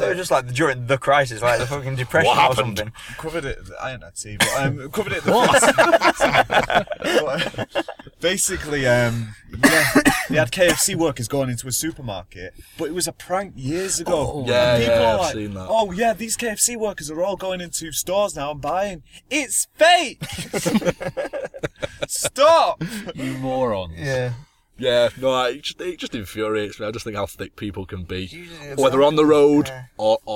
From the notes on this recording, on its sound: get together in the car once again